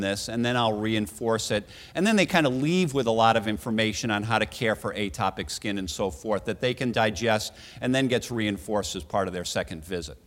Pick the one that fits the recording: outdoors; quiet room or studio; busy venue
busy venue